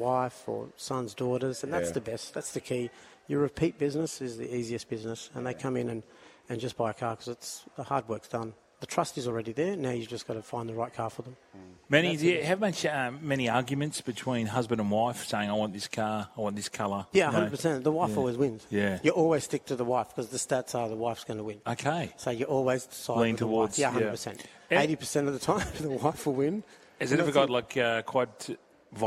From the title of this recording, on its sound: Live From The Dealership